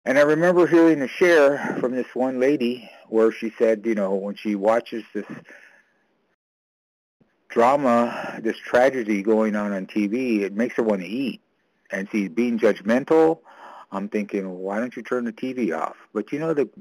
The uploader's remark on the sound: 100 Pounders Phone Meeting